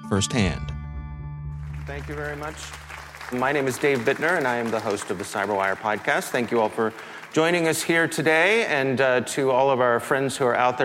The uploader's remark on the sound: CyberWire Live: Hack the Port 2022 Fireside chat. At the Hack the Port 2022 event, the CyberWire held a CyberWire Live event.